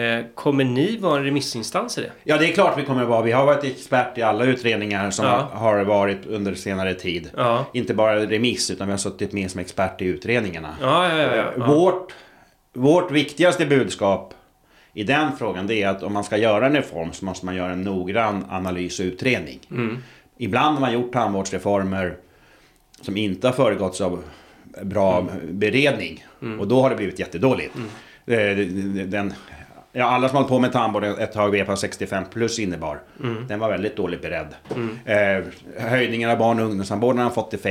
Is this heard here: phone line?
no